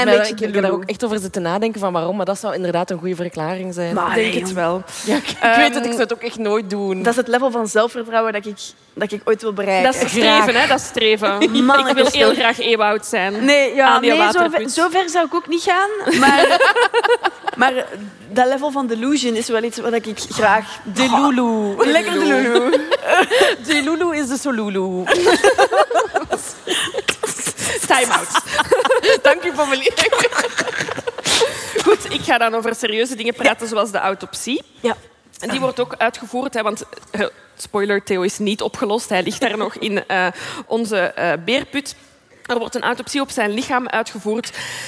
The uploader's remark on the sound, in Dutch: Live vanop het DS Podcastfestival in Oostende.